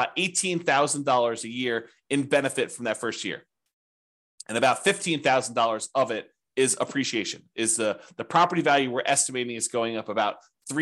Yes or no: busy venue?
no